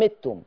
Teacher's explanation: قرأ ورش كلمة متم بكسر الميم